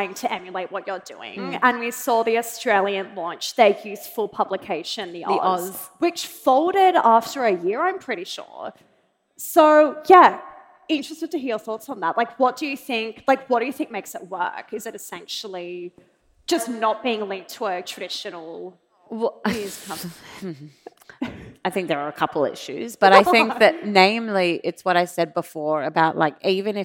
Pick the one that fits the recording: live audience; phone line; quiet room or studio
live audience